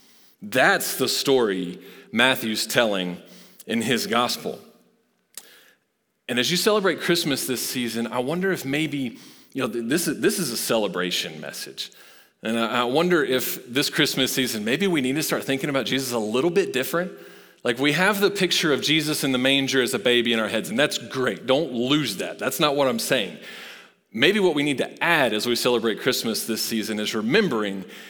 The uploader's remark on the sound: Recorded live at Long Hollow Church.